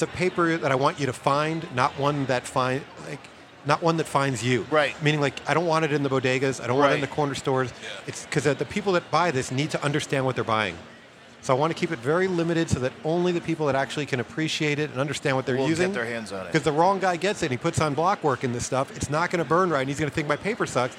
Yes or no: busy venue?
yes